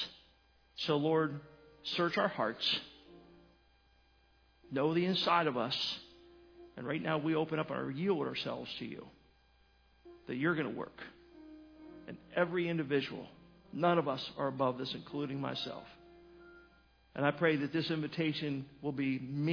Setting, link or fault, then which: setting, large echoing room